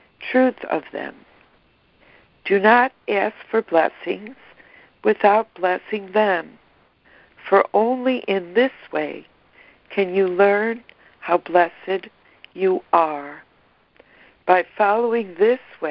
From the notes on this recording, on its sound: ACIM Daily Conference Call